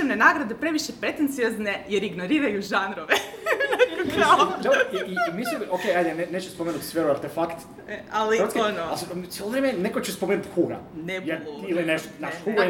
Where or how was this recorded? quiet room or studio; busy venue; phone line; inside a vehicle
busy venue